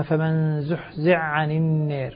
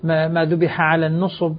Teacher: نص على أنه يدغم الحاء في العين في موضع واحد · Shown in: first take · Term: الإدغام الحائي في العين